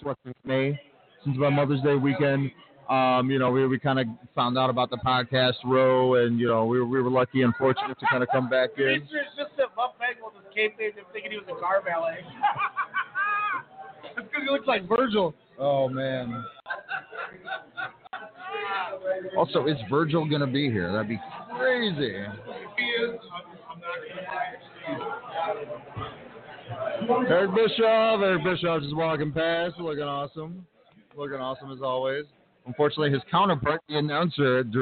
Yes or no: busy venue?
yes